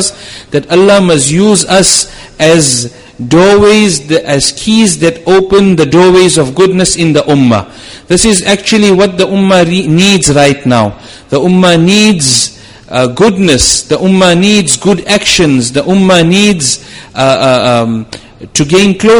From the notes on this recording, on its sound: Jumuah lecture